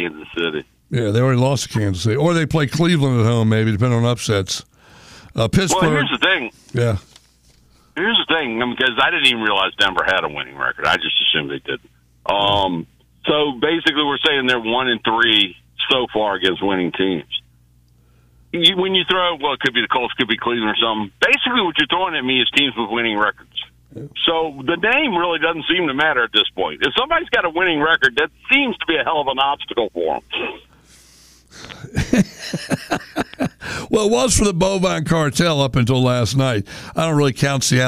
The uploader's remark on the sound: takes your calls